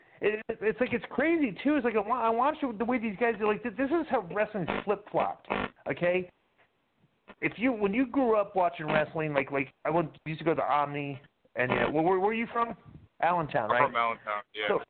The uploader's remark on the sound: Call In Show